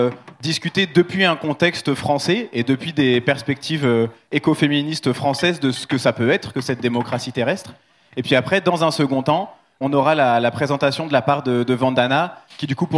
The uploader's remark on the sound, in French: Conférence enregistrée en public à la REcyclerie